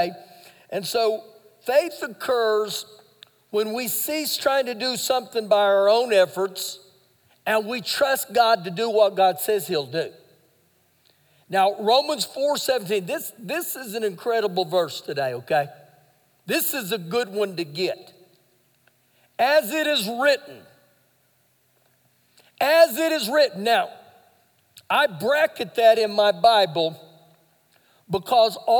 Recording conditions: large echoing room